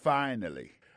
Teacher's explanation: Accent tombé sur premier syllabe là.